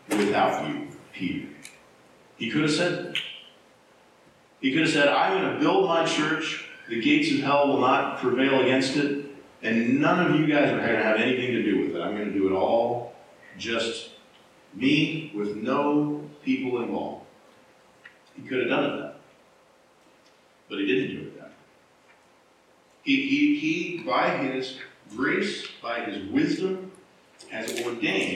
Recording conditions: poor sound quality